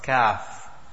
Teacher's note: the back of the tongue, but not as far back as that of qaf, a little to the front of the mouth when touching the palate, the letter kaf is pronounced from this makhraj.